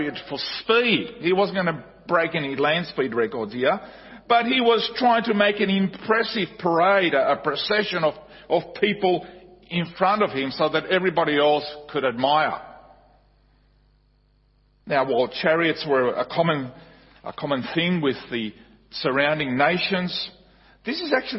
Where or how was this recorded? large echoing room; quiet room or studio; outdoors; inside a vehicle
large echoing room